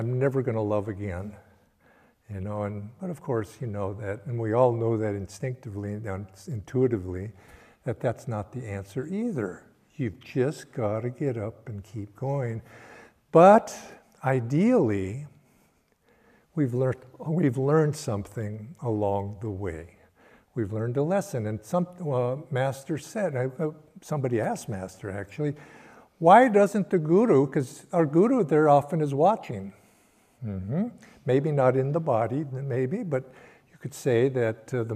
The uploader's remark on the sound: Sunday Service talk. Recorded at Ananda Village.